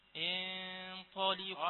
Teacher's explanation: انطلقوا غنة مفخمة لان بعدها ايه الطاء حرف مفخم